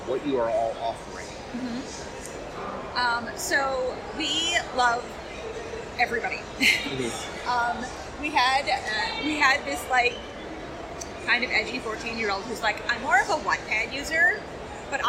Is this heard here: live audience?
yes